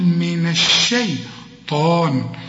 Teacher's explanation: الشين في عموم القرآن مرققة، هتقول من الشيطان الطاء هي المفخمة